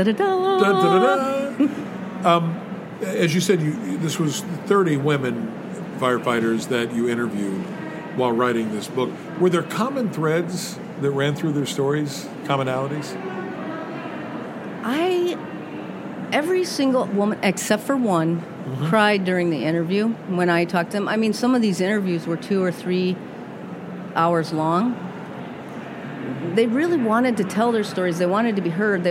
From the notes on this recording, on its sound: This is another episode captured at the American Library Association's annual conference in Chicago.